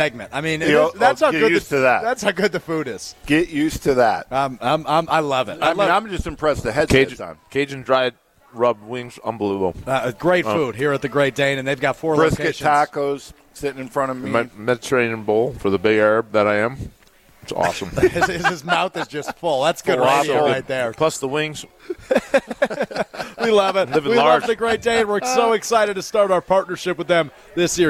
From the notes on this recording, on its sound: live from The Great Dane in Fitchburg.